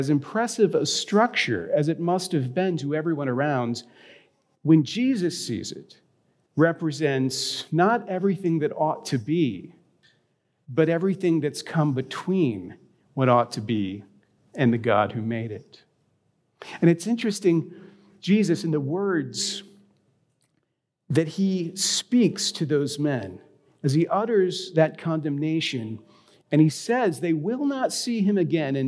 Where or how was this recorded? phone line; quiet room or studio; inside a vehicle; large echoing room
large echoing room